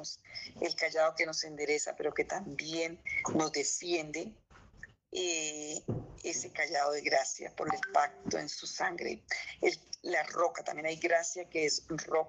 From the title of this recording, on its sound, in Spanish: Zoom miércoles